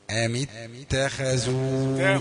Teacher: التاء رقيقة ونبدأ في الخاء المفخمة على طول